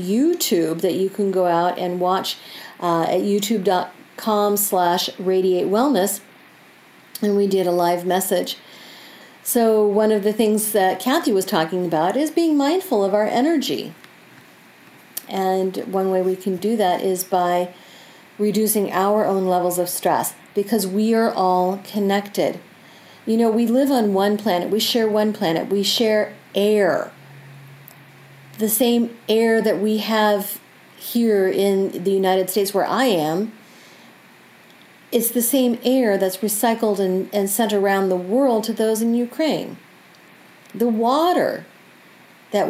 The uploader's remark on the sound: Recorded from my home, you will notice the sounds of my pets coming around to participate in the energy.